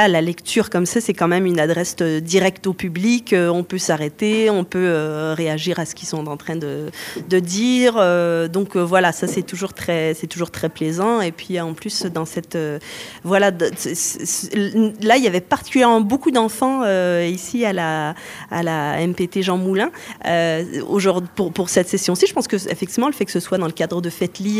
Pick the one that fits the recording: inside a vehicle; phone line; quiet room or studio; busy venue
busy venue